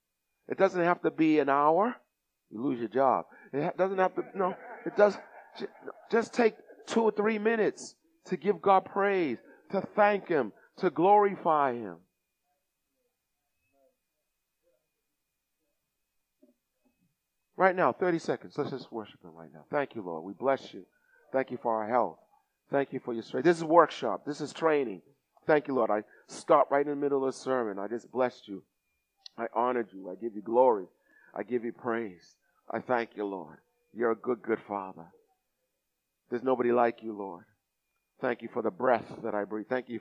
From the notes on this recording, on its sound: Recorded at the 08:30am service.